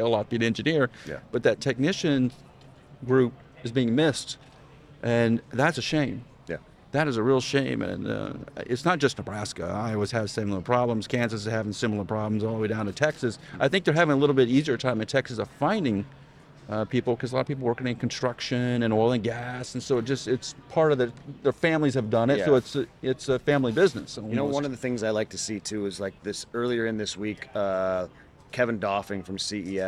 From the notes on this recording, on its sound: Live From New Orleans – American Clean Power 2023. When you get to see everybody on the show floor.